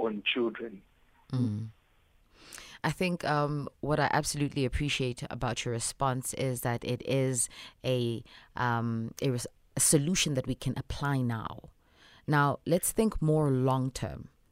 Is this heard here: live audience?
no